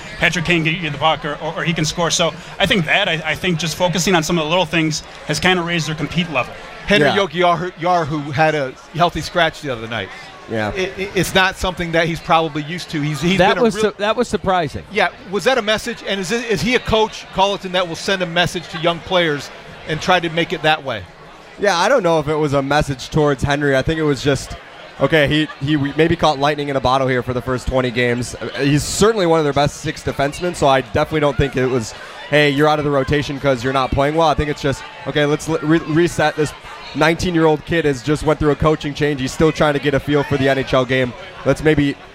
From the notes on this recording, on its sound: SportsTalk Live is on location at the United Center for Blackhawks Authentic Fan Night.